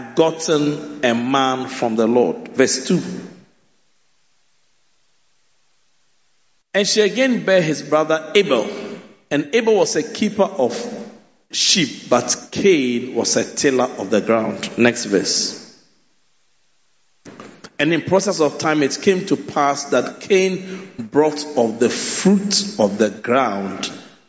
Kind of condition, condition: setting, large echoing room